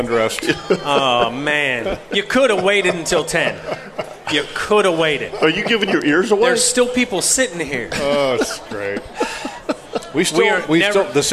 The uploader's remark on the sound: LIVE At The 2023 OS Christmas Show!